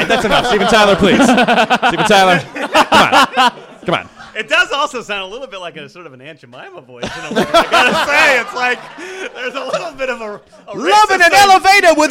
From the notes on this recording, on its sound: Our first live podcast